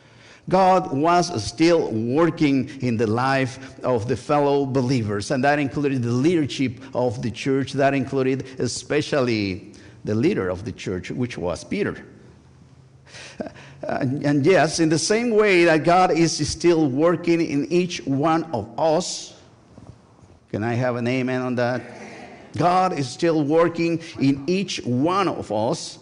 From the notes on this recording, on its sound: Join First United Methodist Church of Pacoima for a special recorded live service on August 27, 2023. We are located at 12550 Van Nuys Blvd.